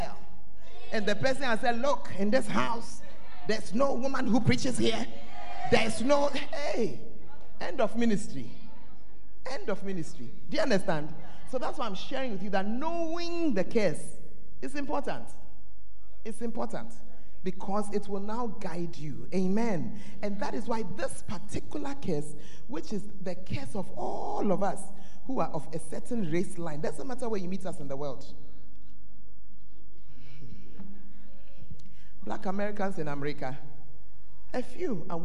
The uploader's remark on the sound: Preached At The First Love Center, Ayeduase (Charisma Service)